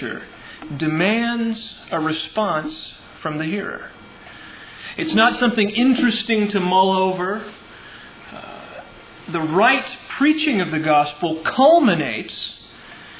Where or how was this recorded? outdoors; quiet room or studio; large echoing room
large echoing room